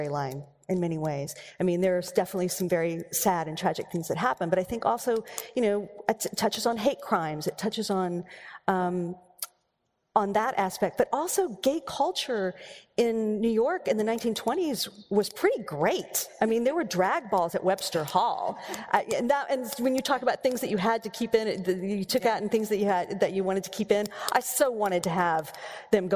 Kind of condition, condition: setting, live audience